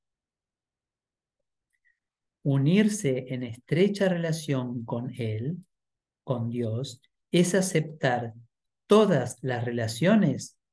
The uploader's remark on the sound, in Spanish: Clase en vivo por Zoom desde UCDM Iluminación.